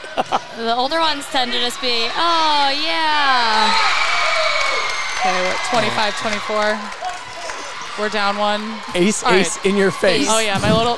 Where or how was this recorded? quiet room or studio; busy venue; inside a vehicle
busy venue